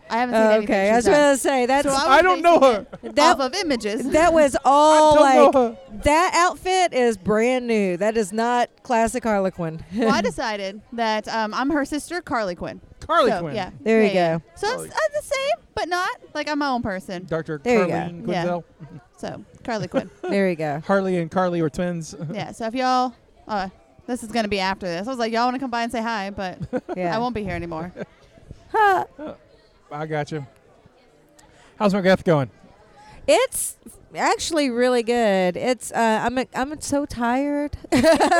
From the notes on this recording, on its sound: Cult Meeting LIVE from Horror Gras! Our first live episode recorded from our booth at Halloween Horror Gras! Answer your audience questions, and there's some special surprise guests on the mic.